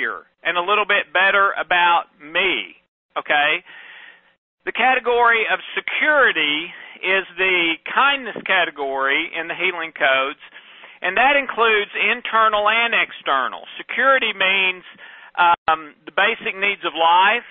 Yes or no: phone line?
yes